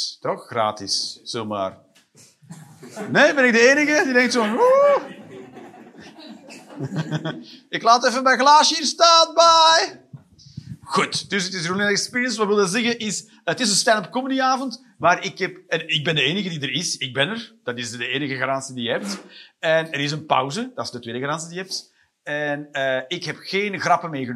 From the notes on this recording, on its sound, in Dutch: Live 11 Oktober 2023, bij ComedyhuisClub, Utrecht.